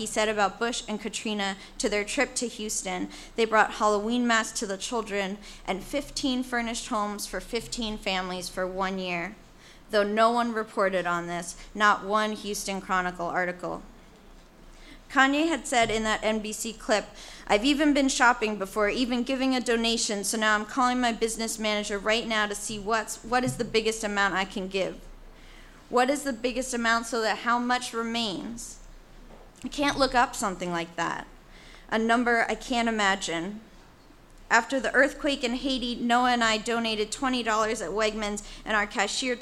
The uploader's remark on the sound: On Stage at Housing Works Bookstore Cafe. 126 Crosby Street in downtown Manhattan.